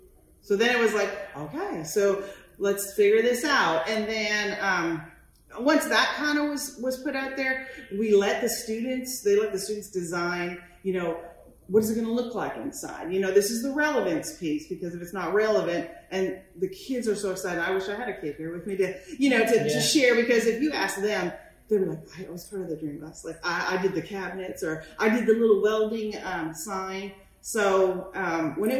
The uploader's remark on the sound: Live from The National Forum to Advance Rural Education